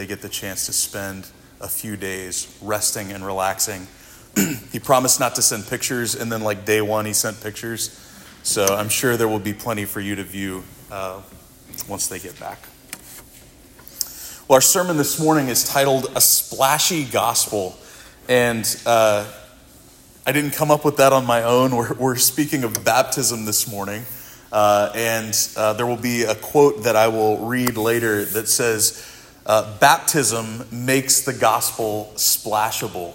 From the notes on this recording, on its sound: This sermon was preached at Providence Church